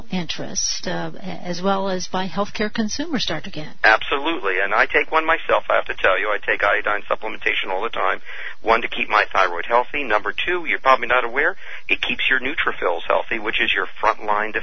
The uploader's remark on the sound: Open phone lines. Healthy Talk Radio.